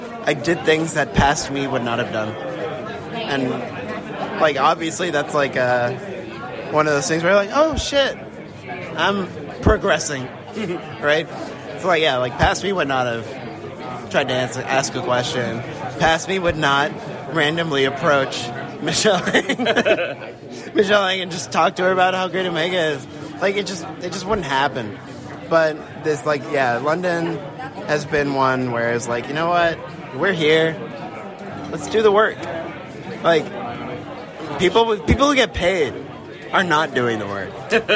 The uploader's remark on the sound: LIVE From Star Wars Celebration 2023. A LIVE episode from the final day of Star Wars Celebration London!